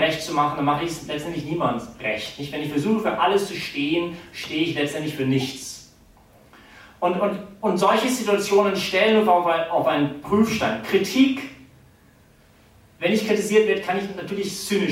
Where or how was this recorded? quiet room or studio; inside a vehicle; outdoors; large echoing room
large echoing room